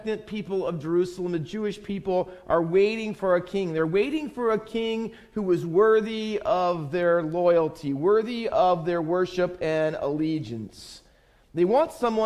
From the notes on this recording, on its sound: Faith Baptist Church in Hamilton, NJ.